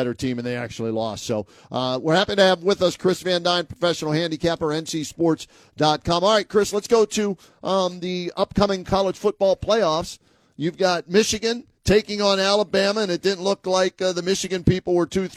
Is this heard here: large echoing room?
no